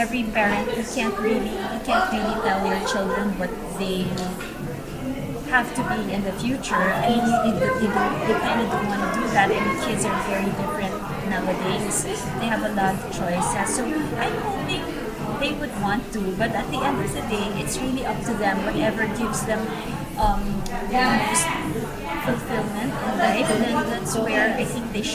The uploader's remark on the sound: During the last edition of Playtime New York in February we recorded a podcast. Unfortunately, there was a significant amount of background noise in the room that affected the clarity of the audio. We sincerely apologies for the poor quality of the record.